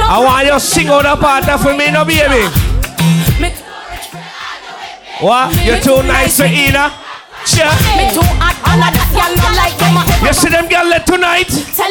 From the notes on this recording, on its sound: Unforgettable Live Audio From Inside Sit & Sip Lounge's Former Location.